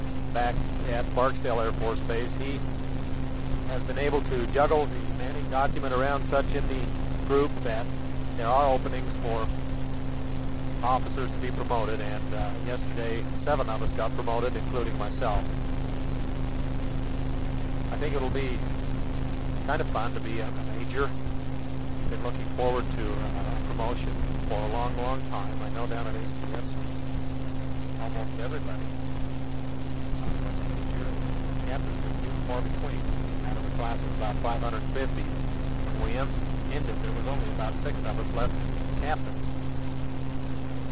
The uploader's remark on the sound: Driving Home from work.